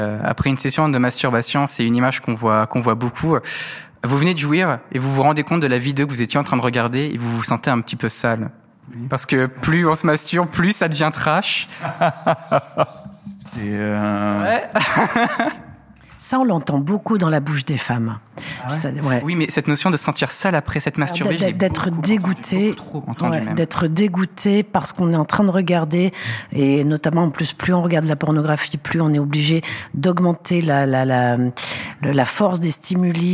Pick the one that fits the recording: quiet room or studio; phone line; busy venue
busy venue